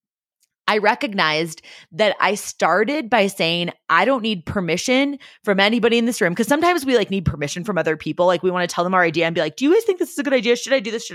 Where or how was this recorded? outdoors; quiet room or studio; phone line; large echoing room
quiet room or studio